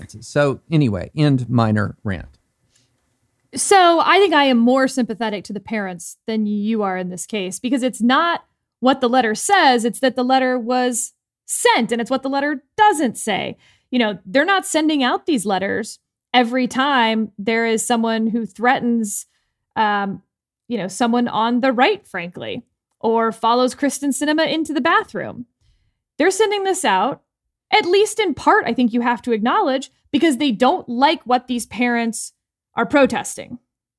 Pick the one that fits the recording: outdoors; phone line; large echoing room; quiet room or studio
quiet room or studio